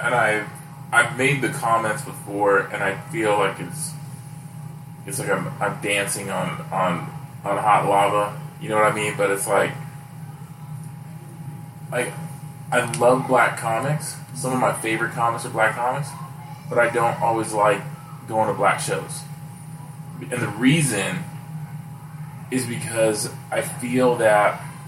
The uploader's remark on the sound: We had the boys around and the new location may have caused some sound issues.